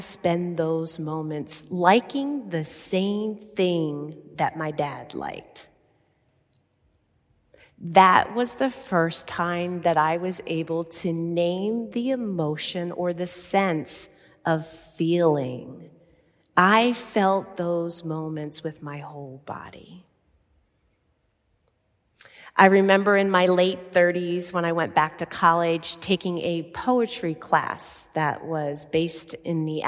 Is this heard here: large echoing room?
yes